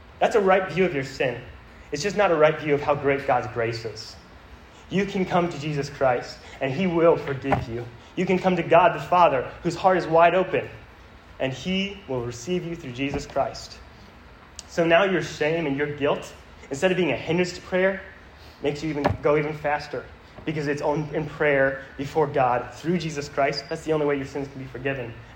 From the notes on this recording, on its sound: This sermon was preached to a Junior + Senior High audience.